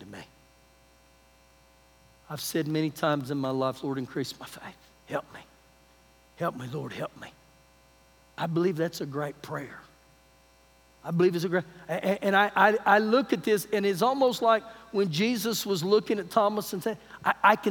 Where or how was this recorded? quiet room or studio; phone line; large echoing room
large echoing room